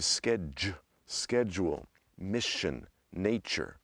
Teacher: That is what is called palatalization. We take that T and the D and the S and make a sh out of it.